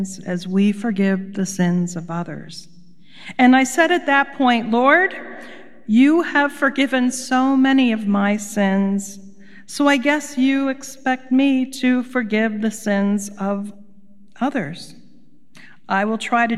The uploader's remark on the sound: Recorded live at Beatitudes Church in Phoenix, AZ.